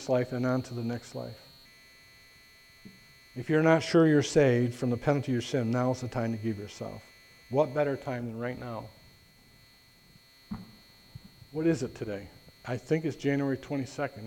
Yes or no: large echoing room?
yes